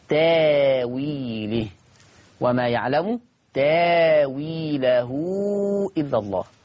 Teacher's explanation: يعني على سبيل المثال في الآية اللي قدامنا، فيتبعون ما تشابه منه ابتغاء الفتنة وابتغاء تأويله. الهمزة ساكنة قبلها تاء، يبقى هنبدل الهمزة الساكنة. طب التاء مفتوحة، طب الفتح يناسبه ألف، تاويله، وما يعلم تاويله إلا الله، هكذا. · Term: ابدلوا الهمزة الساكنة